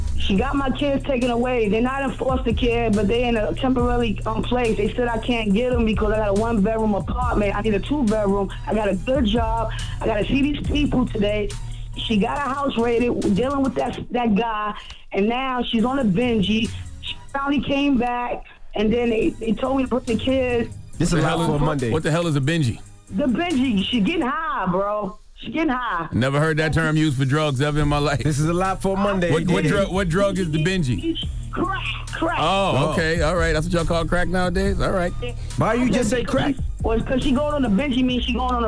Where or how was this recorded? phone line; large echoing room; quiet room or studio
phone line